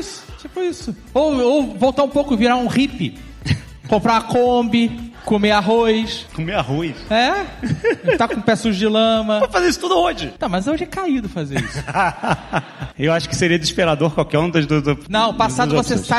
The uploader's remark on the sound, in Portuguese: Ao vivo no Spotify Podcast Festival